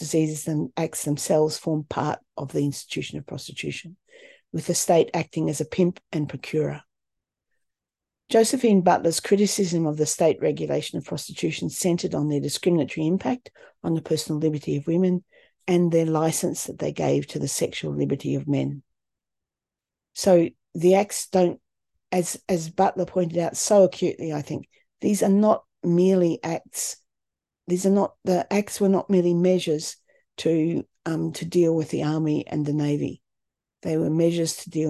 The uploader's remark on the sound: A live webinar on 10am Sunday 19th November 2023.